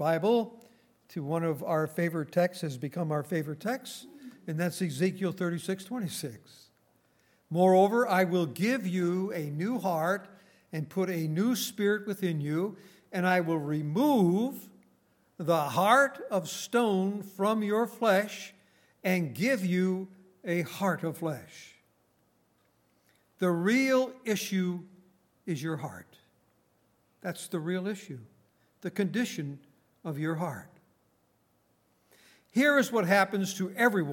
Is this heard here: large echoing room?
yes